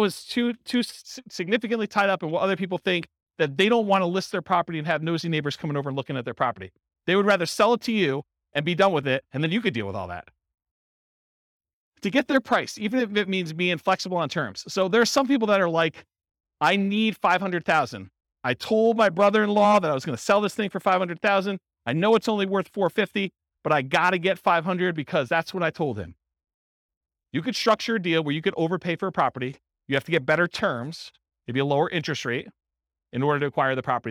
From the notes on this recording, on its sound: This was a live class recorded